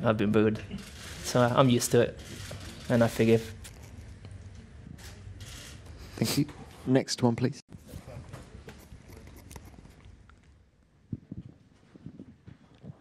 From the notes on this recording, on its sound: Canada Sunday Post-Race Press Conference